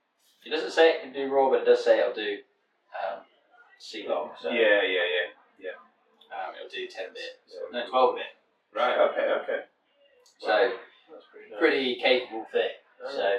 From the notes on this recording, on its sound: Less than ideal audio. Sit down with a few beers.